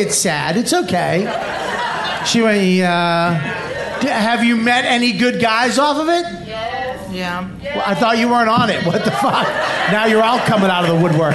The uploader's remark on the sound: Recorded live on March 14, 2017 from the South by Southwest festival in Austin, Tx